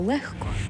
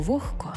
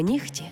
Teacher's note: Лише в цих словах «г» перетворюється на «х».